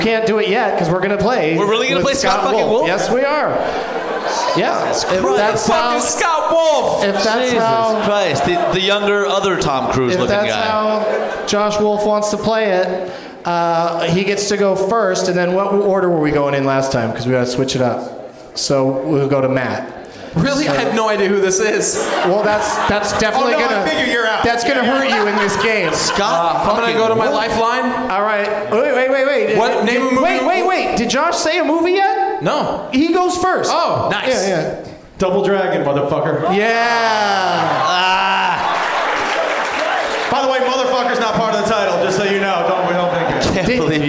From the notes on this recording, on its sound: Live from the Fort Lauderdale Improv